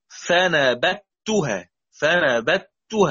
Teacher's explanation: بإدغام الذال الساكنة في التاء